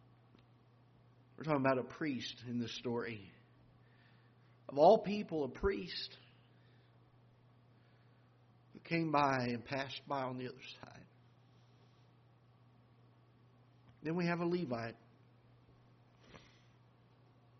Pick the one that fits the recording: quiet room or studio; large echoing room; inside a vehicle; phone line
large echoing room